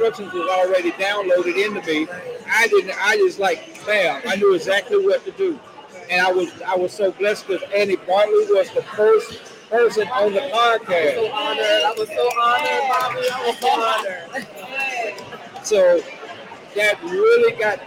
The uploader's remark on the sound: This special broadcast is live from the Mind,Body & Spirit event in Dallas,TX.